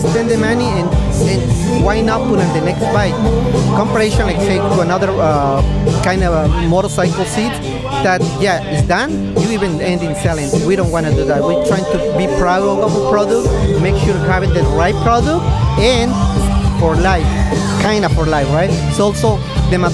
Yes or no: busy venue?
yes